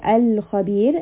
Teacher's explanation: So usually in Qamariya, if I say Al-Khabir, that Lam is very clear. · Term: Lam Qamariya